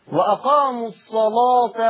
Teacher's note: الصلاة لا تمد وصلا الا بمقدار حركتين مدا طبيعيا